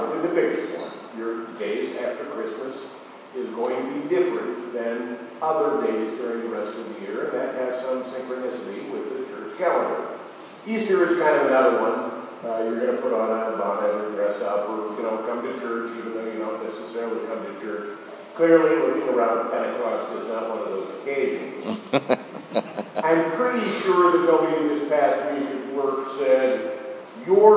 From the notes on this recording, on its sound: Apologies for poor audio qualify this week!